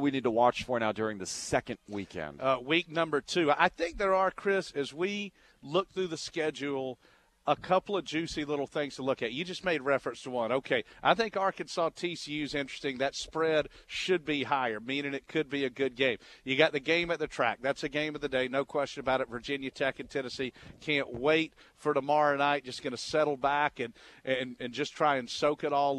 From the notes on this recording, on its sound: live from the UGA Bookstore